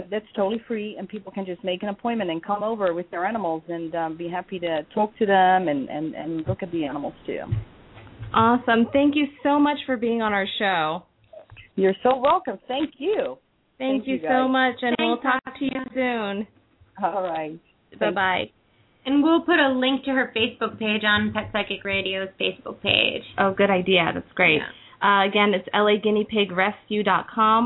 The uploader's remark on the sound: Open up the lines for listeners to call.